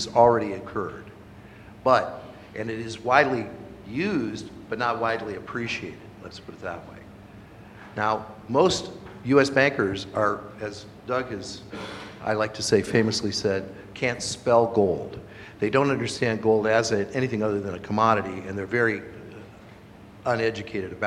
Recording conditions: live audience